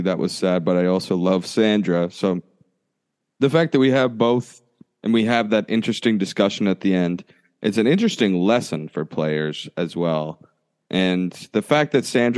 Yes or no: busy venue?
no